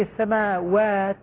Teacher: رققت الواو والألف لكن أيضا أحافظ على فتح الفم حتى ما أصير فيها تقليل.